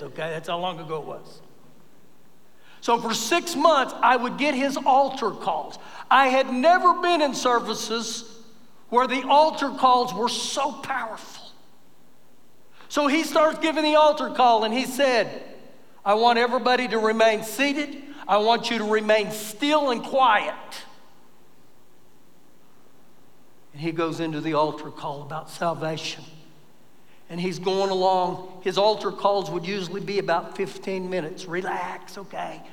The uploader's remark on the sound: Recorded live during our Sunday morning service